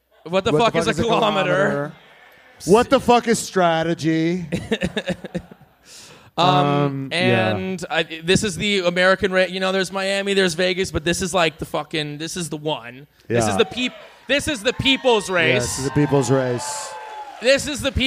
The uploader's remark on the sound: 2023 USGP LIVE SHOW IN AUSTIN. The guys recorded LIVE at the Vulcan Theater.